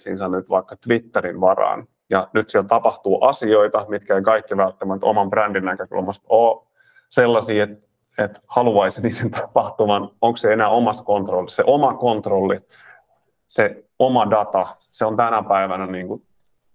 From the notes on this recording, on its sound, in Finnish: Tämä on äänitallenne Lianan webinaarista.